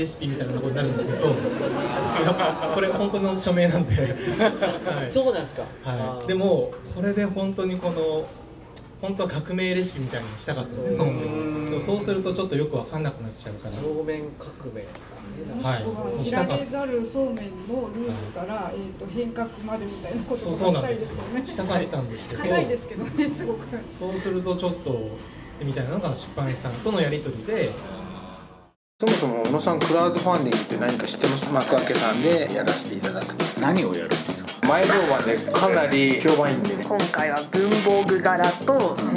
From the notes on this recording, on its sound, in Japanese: KDM.txt守山店公開録音。今回は、KDM.txt 守山店で行われました。